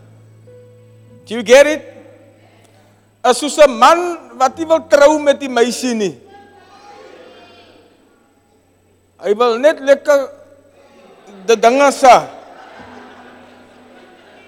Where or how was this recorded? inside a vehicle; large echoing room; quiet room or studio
large echoing room